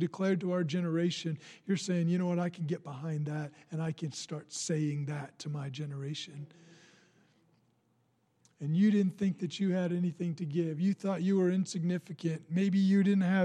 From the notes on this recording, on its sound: Recorded on Sunday, March 1, 2020, during service at The Anchor Church in Rockport, Maine.